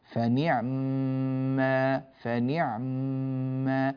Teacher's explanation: نطول الميم ونعطيها زمن الغنة ونكمل الكلمة